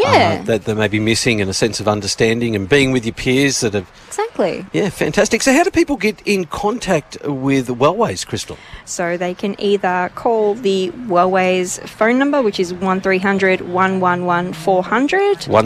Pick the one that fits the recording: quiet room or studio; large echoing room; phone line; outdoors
outdoors